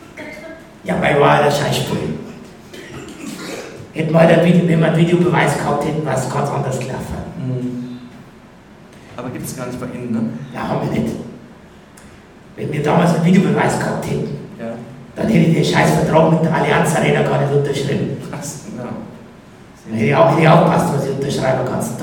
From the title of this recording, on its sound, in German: Brennerpass Live aus Neukölln